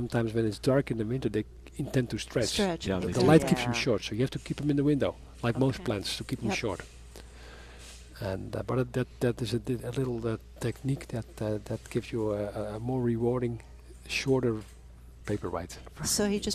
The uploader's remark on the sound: live from Prairie Gardens